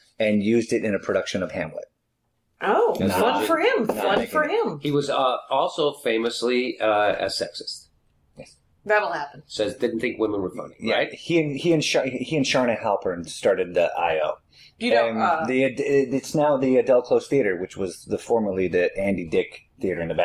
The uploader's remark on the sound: Sound note: I don't think the sound taped through the board, it came right out of the ZOOM. There is a lot of chewing going and my phone rang twice during the show and I weeded off for more coffee.